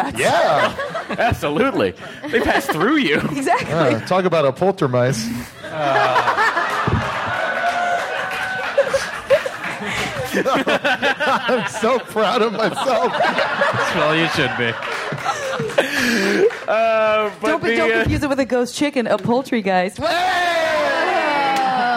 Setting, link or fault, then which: setting, live audience